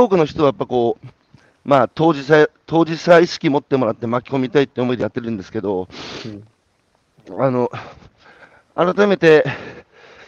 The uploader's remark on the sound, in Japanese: 歩きながら1時間、対談する